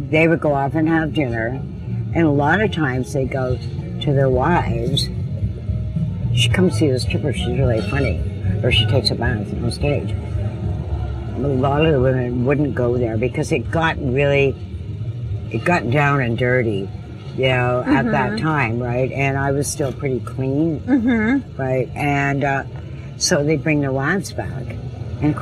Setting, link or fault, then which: setting, outdoors